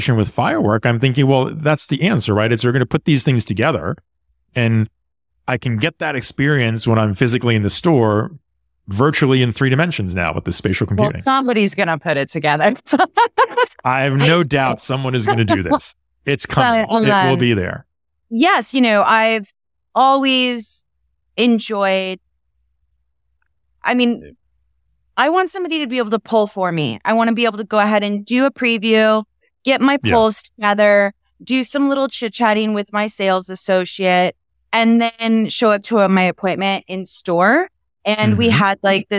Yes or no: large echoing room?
no